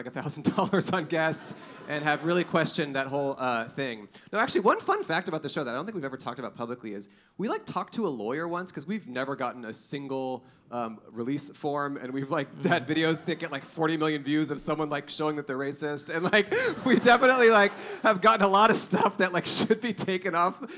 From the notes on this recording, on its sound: Recorded 3/10/23 at the Bell House in New York.